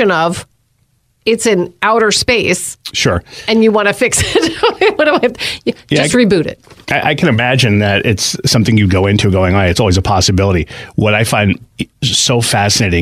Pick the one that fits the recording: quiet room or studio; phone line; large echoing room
quiet room or studio